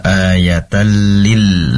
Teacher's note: Lalu la ayatal lil mu'minin, pastikan di situ lamnya dengan menempelkan lidah depan. Lidah bagian depan ditempelkan ke langit-langit. Nah, ayatal lil, lebih lama durasi penempelannya dan jangan dipantulkan. Karena tadi ada terdengar pantulan la ayatal lil.